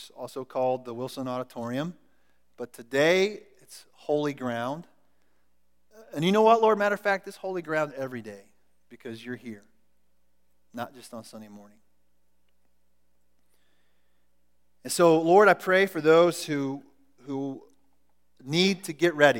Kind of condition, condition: setting, large echoing room